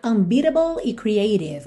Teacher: Como as duas têm T no meio, também poderia ser unbeatable e creative, ou seja, esses dois T's poderiam ser reduzidos para rararã